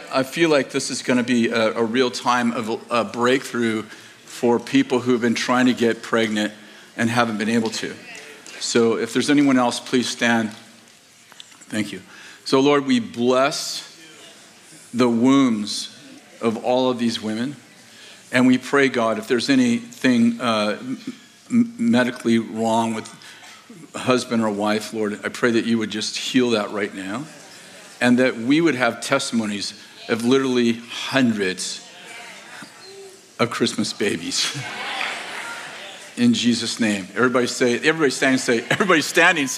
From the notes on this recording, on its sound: In this sermon from November 26th, 2023, at Bethel Church in Redding, CA